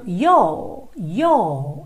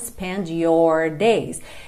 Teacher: aqueles R's que vêm no final da palavra, que vêm depois de uma vogal e não são enrolados · Shown in: first take · não vai ter aquele som da porta com a perna esquerda, e sim um certo prolongamento da vogal.